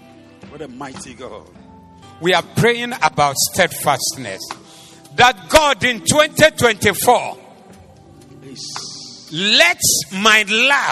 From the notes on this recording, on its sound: Preached at the Zeloo Service 14012024